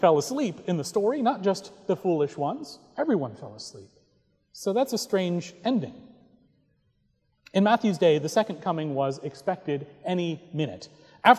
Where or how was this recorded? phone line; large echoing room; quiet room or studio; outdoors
large echoing room